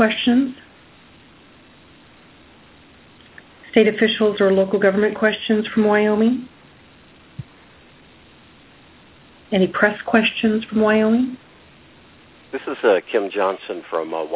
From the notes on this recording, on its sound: Army Corps of Engineers Missouri River Basin Water Management Division hosted conference call Tuesday, 10 June.